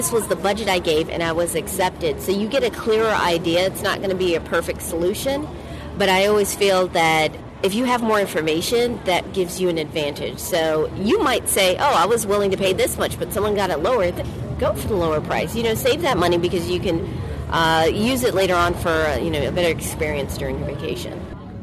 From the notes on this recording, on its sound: What do you do when you are in sunny San Diego next to the palm trees, boats and water? Outside while enjoying the sun.